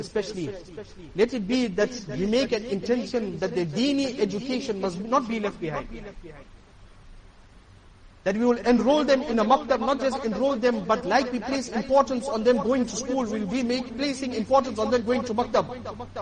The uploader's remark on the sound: Jumuah lecture